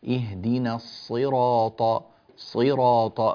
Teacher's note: فخم الصاد لا تقول سي صي، املأ فمك بحرف الصاد